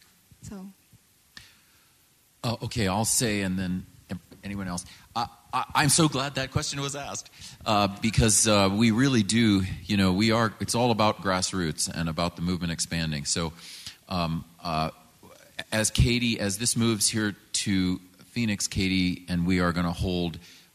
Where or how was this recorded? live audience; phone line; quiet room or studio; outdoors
live audience